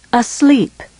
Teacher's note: These two-syllable words have the unstressed vowel in the first syllable.